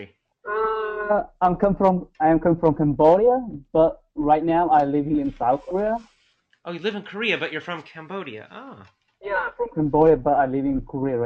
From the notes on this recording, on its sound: Recording of monthly VIP webinar call.